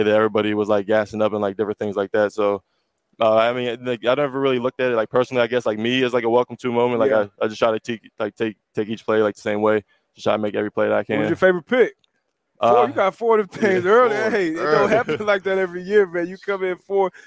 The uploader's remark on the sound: LIVE FROM MEDIA ROW AT THE SUPER BOWL